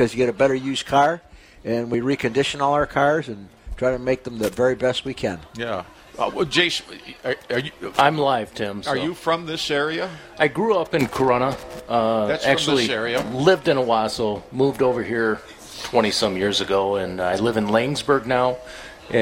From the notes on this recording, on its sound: broadcasting from just outside Spartan Stadium.